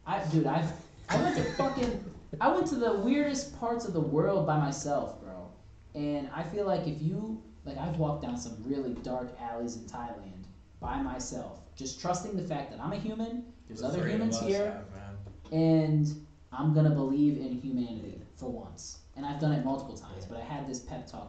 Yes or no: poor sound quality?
yes